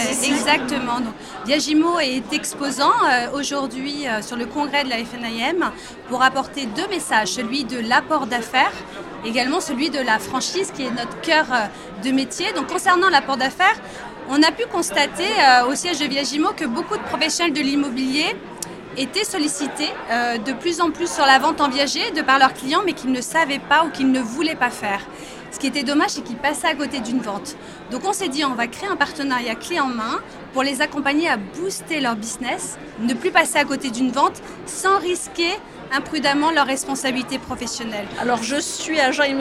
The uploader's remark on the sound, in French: Cet épisode de Mon Podcast Immo a été enregistré à Immo, le Congrès immobilier FNAIM 2023.